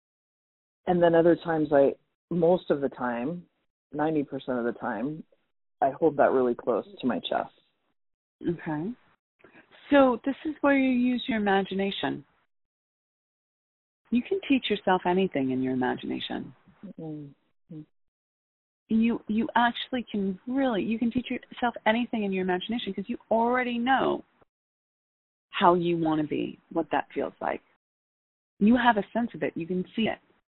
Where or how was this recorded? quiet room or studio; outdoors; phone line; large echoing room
phone line